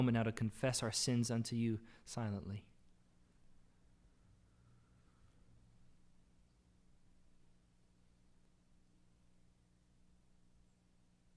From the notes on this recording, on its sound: This is the audio from the entire service.